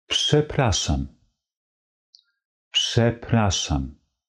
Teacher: die Vokale kommen sehr klar hervor. Wir hören ein schönes helles Ä, genauso wie schöne As.